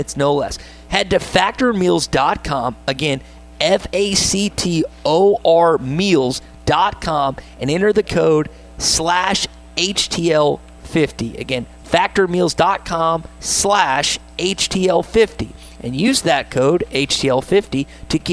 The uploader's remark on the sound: LIVE from Radio Row